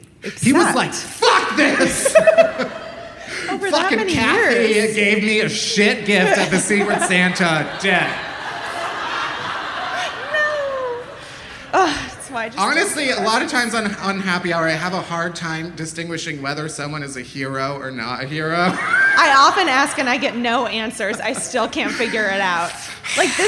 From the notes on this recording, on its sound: Live from Philly! Live on stage at the Philadelphia Podcast Festival.